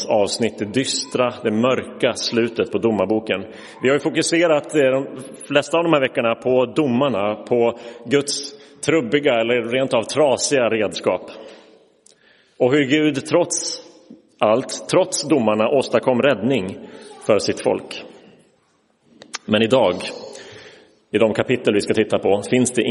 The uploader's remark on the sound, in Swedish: Inspelad i Roseniuskyrkan den 5 februari 2023.